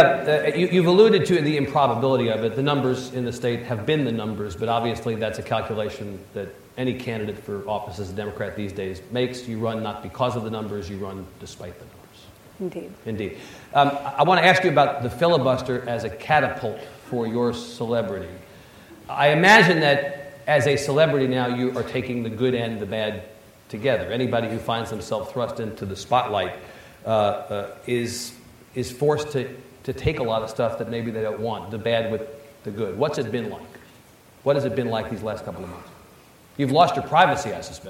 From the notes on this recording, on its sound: during the closing one-on-one keynote session of The Texas Tribune Festival